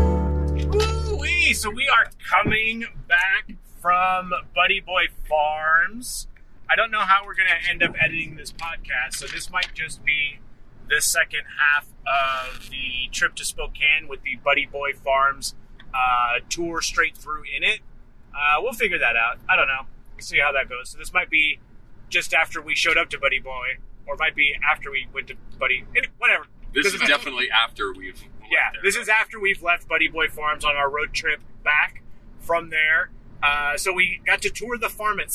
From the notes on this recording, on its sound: GCP Road Trip. Live at Buddy Boy Farm.